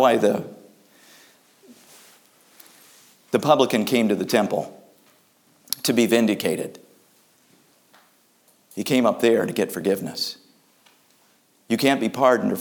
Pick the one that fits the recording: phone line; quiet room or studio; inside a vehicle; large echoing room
large echoing room